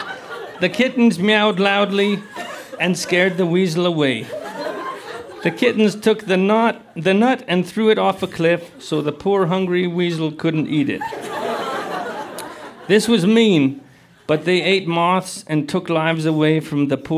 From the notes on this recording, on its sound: Recorded live at The Club in Banff, Alberta.